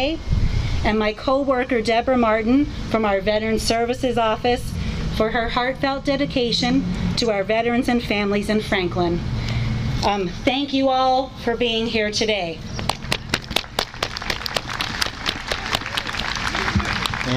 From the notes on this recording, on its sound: The Town of Franklin Memorial Day ceremony held on the Town Common at the end of the parade. The day was gloriously sunny, with a gentle breeze.